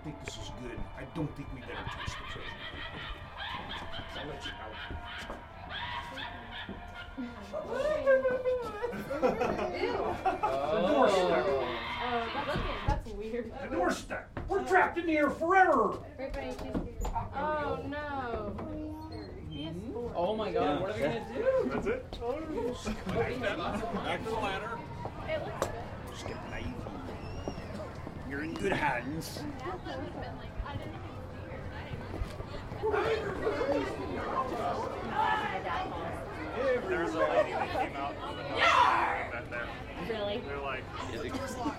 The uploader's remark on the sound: Live at the Haunted Ship Pt.2 - Columbus, Ohio. The entire show is live and onsite at the Santa Maria, as it's called when it's not Halloween.